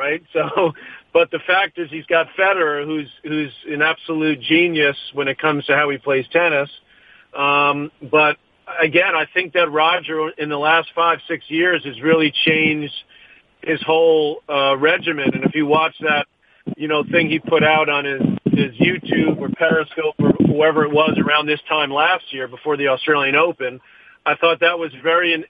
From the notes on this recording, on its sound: Australian Open Conference Call